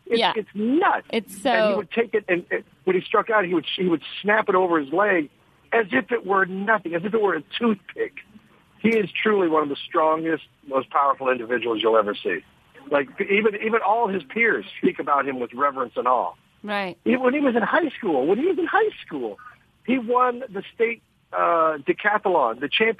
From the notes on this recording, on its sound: Live from Sky Harbor International Airport. Phones in from outside the ladies room at Sky Harbor International Airport.